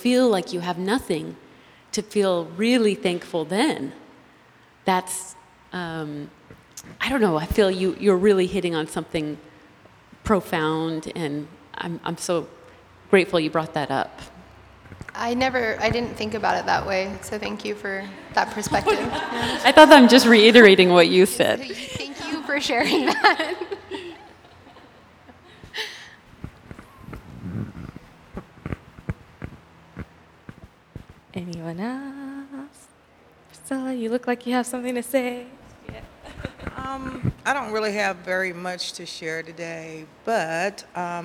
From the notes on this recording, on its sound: Q&A Discussion Circle w/the Imam. Answers questions from the congregation.